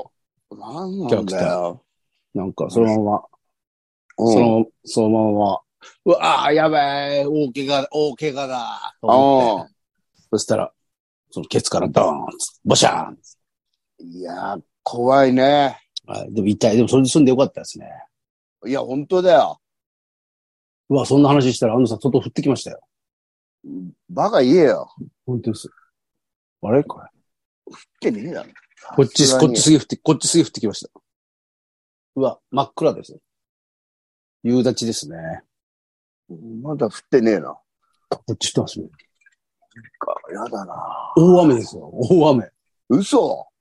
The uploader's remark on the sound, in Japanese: ZOOMで収録